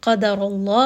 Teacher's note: قاف is heavy, دال is light, را is going to be heavy, and name of Allah is also heavy because the letter before has a ضمة.